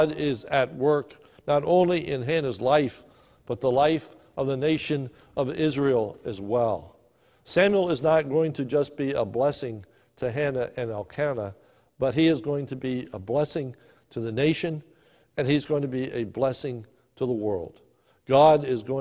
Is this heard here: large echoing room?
yes